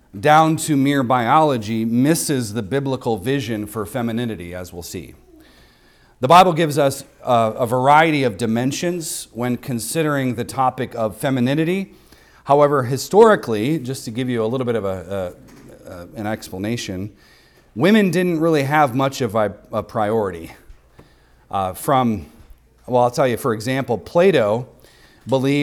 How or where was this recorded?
large echoing room